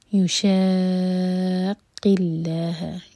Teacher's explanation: لام جلالہ لائٹ ہوگا کیونکہ اللہ تعالیٰ کے نام سے پہلے جو ورڈ ہے اس کے لاسٹ لیٹر پر کسرہ ہے